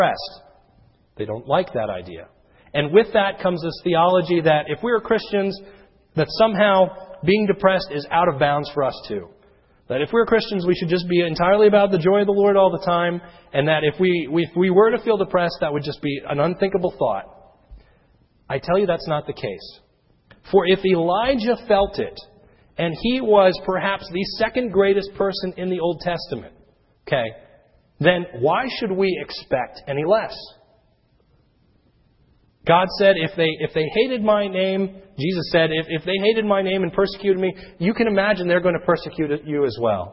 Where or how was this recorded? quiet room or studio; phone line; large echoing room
large echoing room